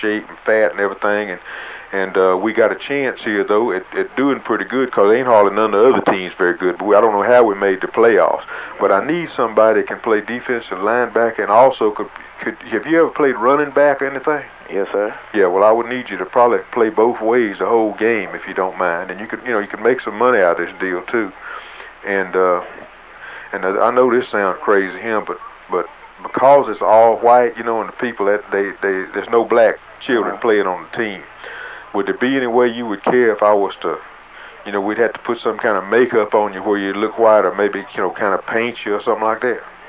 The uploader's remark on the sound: Prank Phone Calls